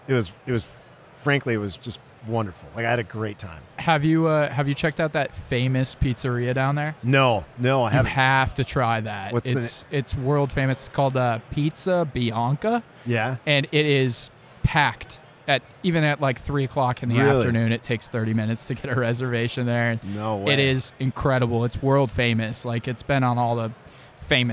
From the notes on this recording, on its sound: live from TPNx